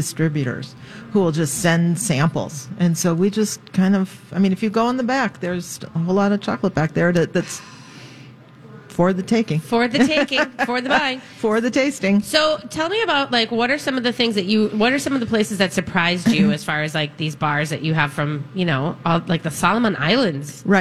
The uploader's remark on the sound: Live at Max's Fine Artisan Jewelry for a Valentine's Day special!